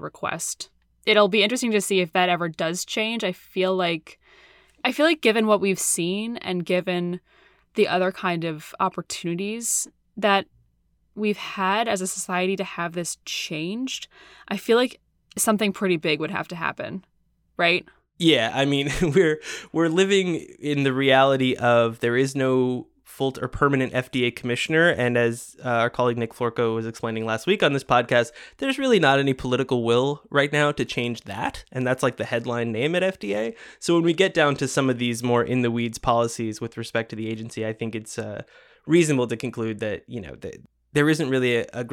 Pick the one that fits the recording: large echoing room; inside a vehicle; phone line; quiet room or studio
quiet room or studio